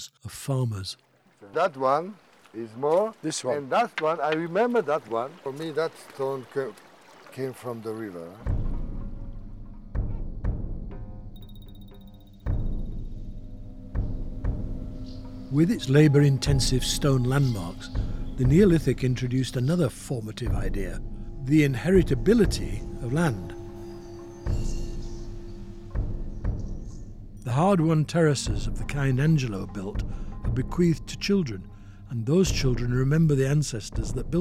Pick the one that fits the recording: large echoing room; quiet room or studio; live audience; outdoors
outdoors